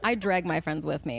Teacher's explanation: it's an amazing combination of vocal fry, upspeak, and valley girl